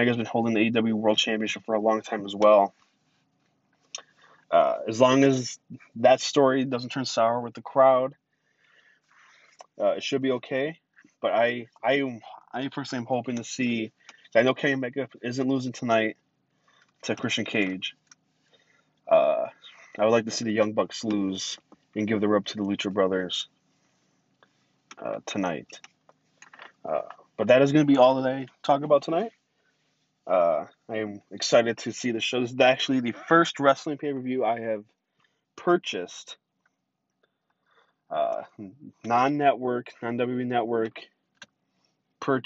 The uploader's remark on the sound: Live from the PWP Express his car.